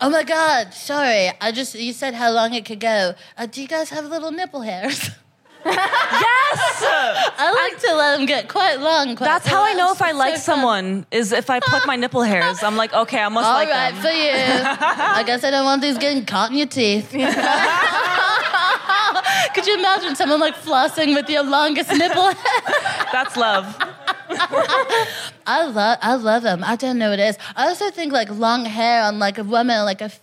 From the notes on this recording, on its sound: Recorded 16 September 2022 at 21Soho in London.